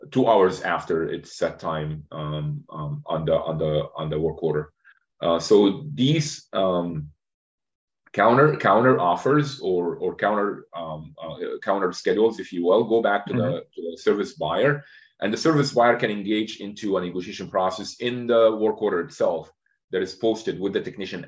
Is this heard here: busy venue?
no